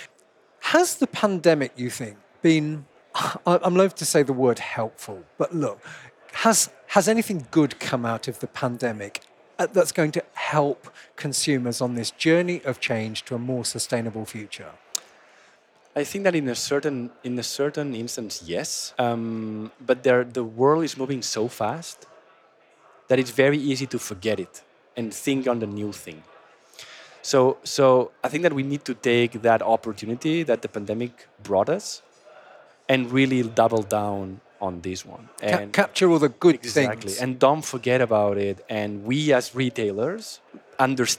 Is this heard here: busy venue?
yes